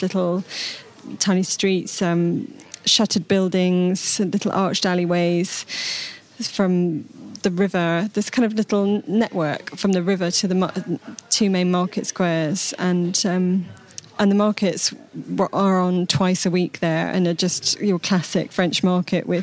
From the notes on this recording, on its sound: At the super-foodie Wilderness festival in Oxfordshire.